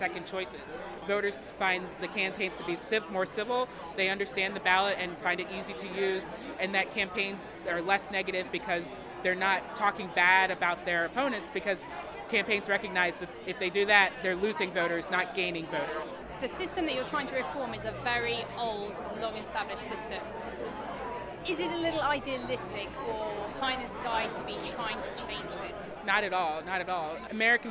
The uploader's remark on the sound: Taped at the American Experiments event in Philadelphia on the Democratic National Convention's first day. Civic tech and election reform leaders gathered to compare ideas for improving our politics, while showing off apps and handing out swag to a steady stream of curious voters. Before a lively crowd.